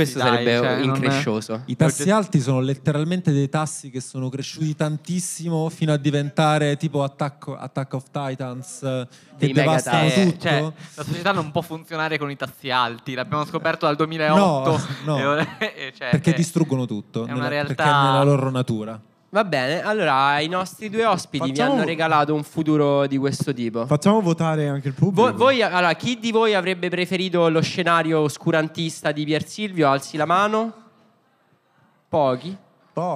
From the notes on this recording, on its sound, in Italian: puntate registrate live a Bologna lo scorso settembre